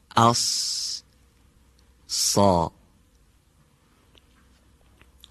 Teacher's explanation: این حرف مثل حرف سین فارسی تلفظ میشه، با این تفاوت که صدای اون کمی به طرف عقب دهان گفتیم کشانده میشه و درشتر از سین فارسی هم به تلفظ در میاد · Term: حرف صاد